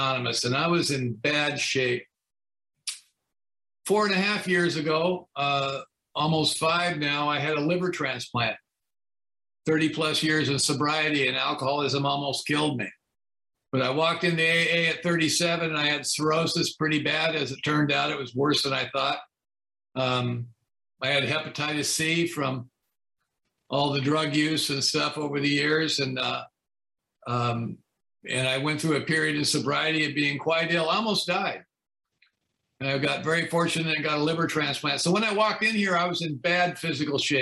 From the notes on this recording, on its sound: From Torrance California is sharing on the topic of Step 12 at the Broken Elevator zoom meeting.